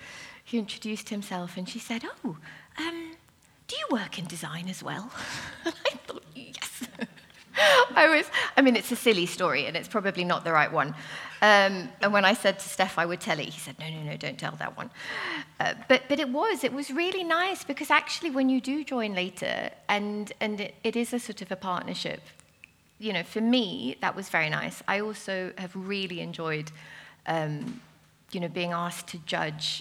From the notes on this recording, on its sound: Recorded in front of a live audience of designers at the fabulous Roca London Gallery as part of the Chelsea Design Quarter Springtime Sessions.